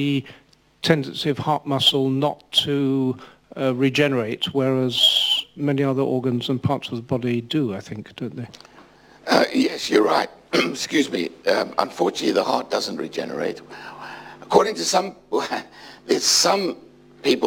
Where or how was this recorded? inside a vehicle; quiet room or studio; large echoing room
large echoing room